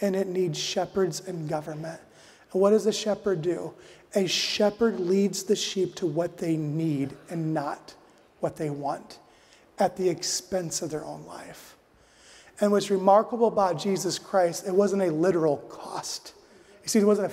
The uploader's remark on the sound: addresses the audience at the Family Leadership Summit